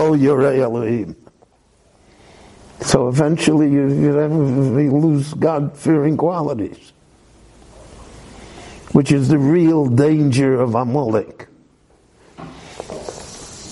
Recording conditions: live audience